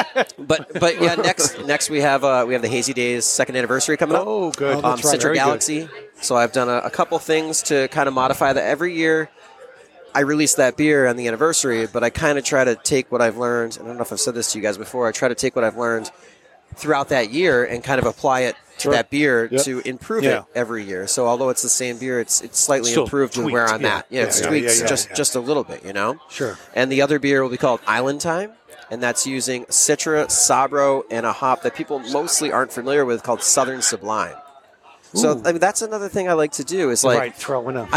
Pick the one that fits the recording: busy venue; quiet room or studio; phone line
busy venue